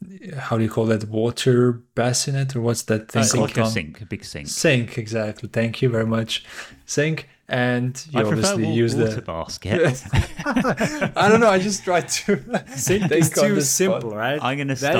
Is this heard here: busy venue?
no